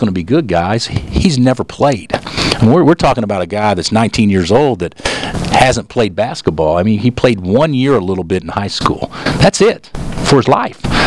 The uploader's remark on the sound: Press Conferences & Post-Game Interviews